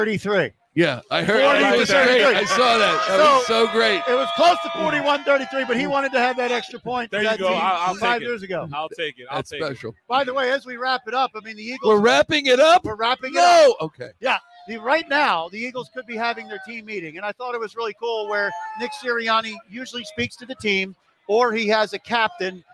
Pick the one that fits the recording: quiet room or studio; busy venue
busy venue